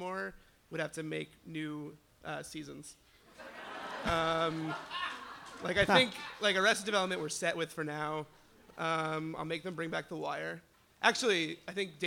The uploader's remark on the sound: Ask Roulette is a conversation series in which strangers ask each other questions on stage. Our January birthday event at Housing Works Bookstore in New York City. Some audience members.